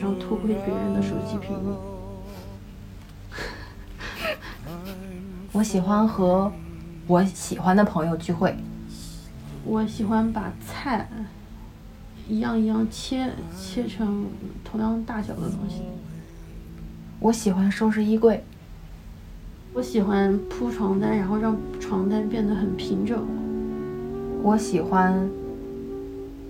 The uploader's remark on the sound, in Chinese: 录制的时候很放松，收声上可能会有些杂音。